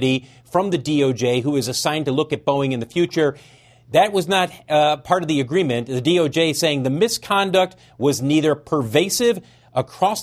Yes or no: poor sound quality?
no